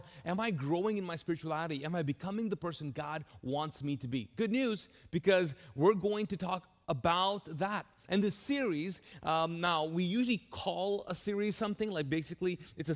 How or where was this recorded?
large echoing room